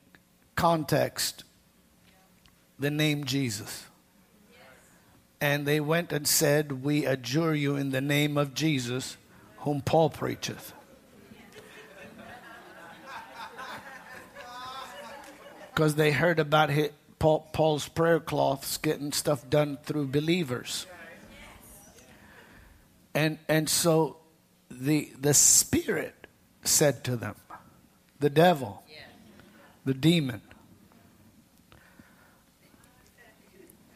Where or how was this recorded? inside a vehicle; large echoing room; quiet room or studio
large echoing room